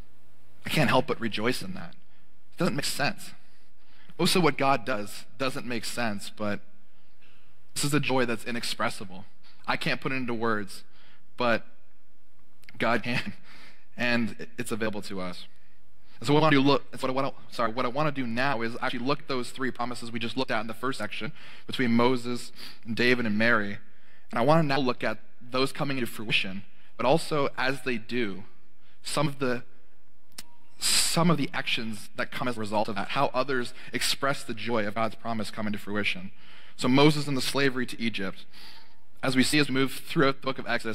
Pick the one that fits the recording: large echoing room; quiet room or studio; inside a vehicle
large echoing room